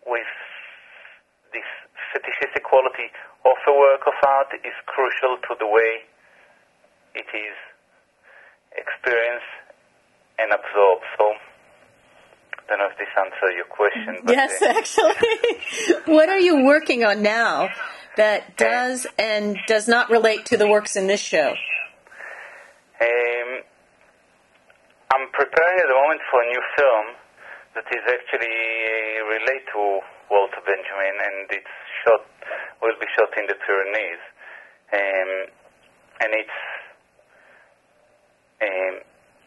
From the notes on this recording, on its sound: via phone